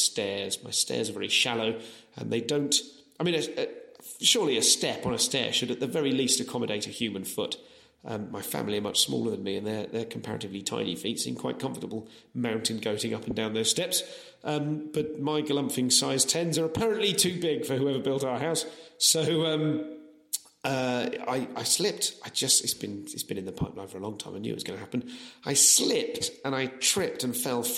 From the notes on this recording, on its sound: This episode was recorded at The Cheese Comedy Club, Bristol